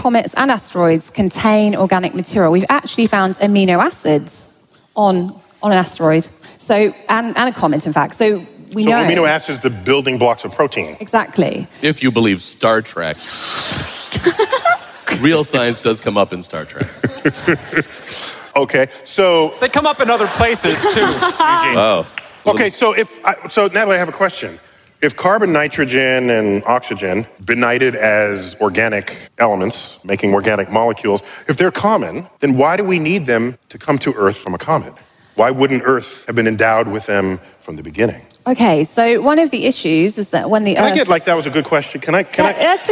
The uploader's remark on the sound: Recorded live at the Beacon Theatre in NYC.